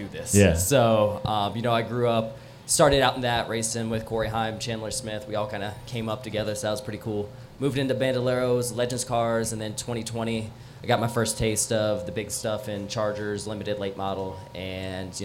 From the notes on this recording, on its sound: Wednesday Q&A Session Live at North Wilkesboro. We have a special bonus episode live from North Wilkesboro Speedway.